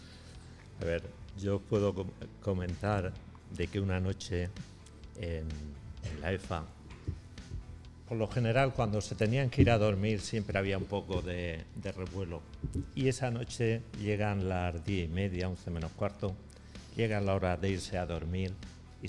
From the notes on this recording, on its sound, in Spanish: todo el equipo REC se trasladó de nuevo hasta el Auditorio La Lonja de Orihuela para celebrar unas jornadas de radio en directo